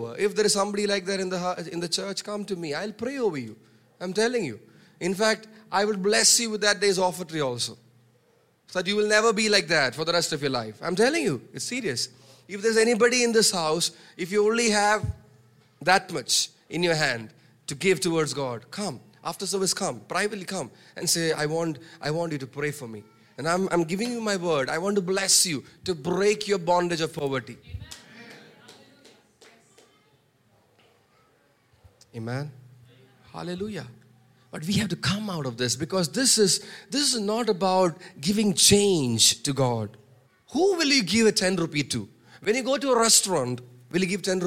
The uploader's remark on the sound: preached on 12 March 2023 at Revelation Church.